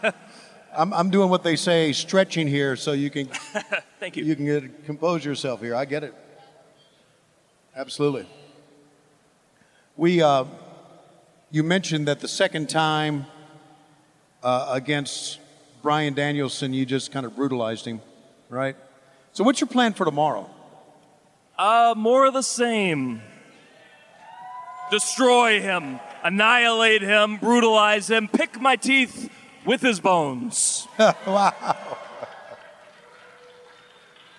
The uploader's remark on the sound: Live at FanFest. AEW Unrestricted was live in Las Vegas last weekend at DOUBLE OR NOTHING FanFest! Regaled the live audience with great stories.